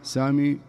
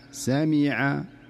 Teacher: بهذه الطريقة تكون الميم صافية خالصة من الخيشوم نهائيا · Shown in: second take